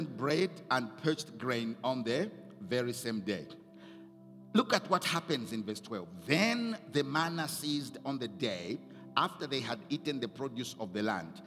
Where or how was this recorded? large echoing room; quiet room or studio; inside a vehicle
large echoing room